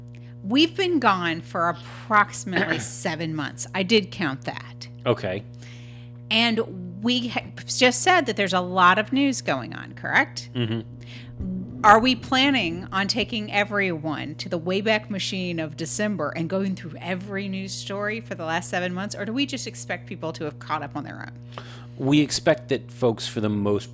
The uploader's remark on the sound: We’re still settling in to our new studio and have a few bugs to work out - we’re sorry about the hum in this week’s episode. This was a short show as we test out the podcasting rig and make sure everything is setup right again.